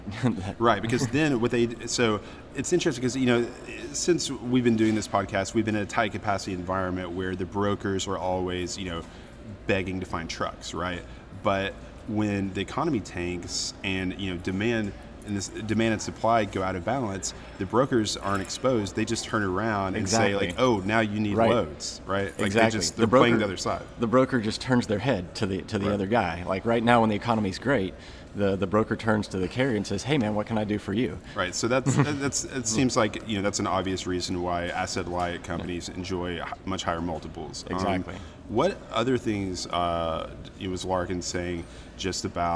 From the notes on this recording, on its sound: Live from McLeod CFO Conference. Were at the Westin in Nashville for McLeod's CFO conference and recorded a special episode of What the Truck?!?